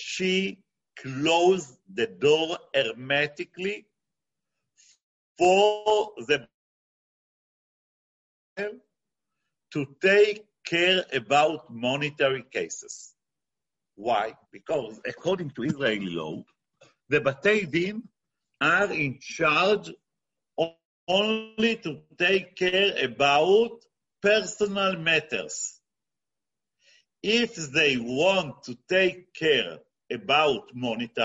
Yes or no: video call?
yes